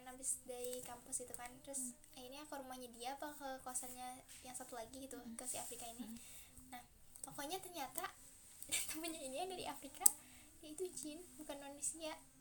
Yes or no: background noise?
yes